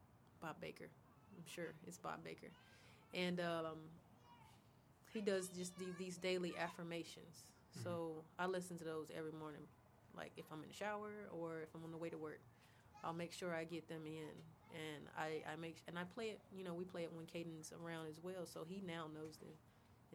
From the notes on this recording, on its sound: We recorded this in a gazebo in a park in Pensacola, FL sometime in March 2022.